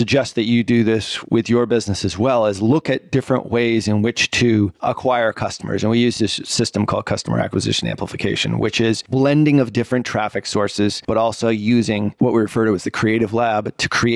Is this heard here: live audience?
no